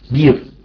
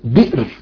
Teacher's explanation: بعض القبائل يقولون مثلا بير، وبعضهم يقول بئر بالهمزة · Shown in: second take